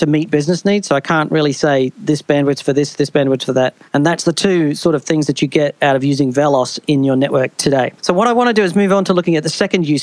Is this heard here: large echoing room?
no